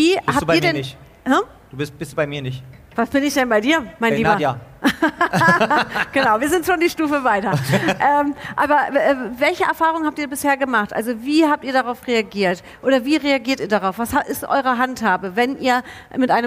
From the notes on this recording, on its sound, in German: Live-Podcast. Zum Pre-Opening des CSD Leipzig auf dem Augustusplatz.